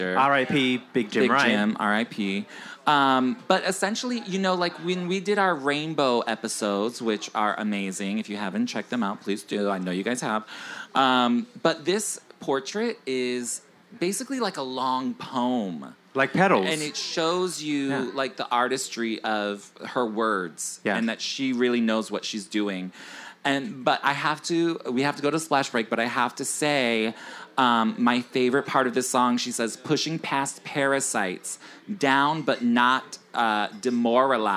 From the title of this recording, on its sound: Live from Rise Bar, New York City!